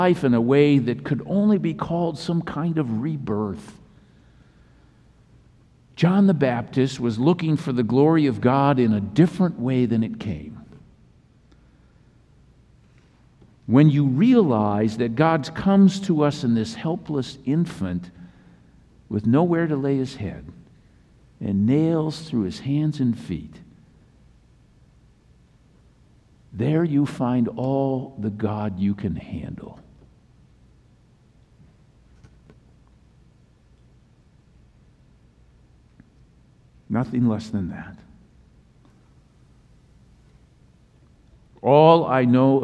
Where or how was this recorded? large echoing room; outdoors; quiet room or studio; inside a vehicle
large echoing room